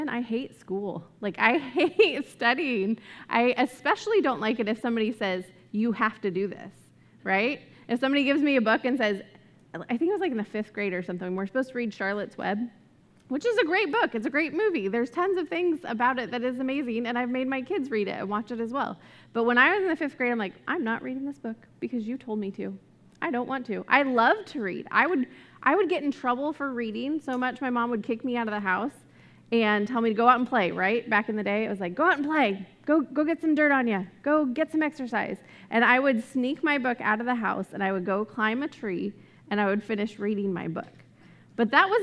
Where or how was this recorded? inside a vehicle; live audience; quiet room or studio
live audience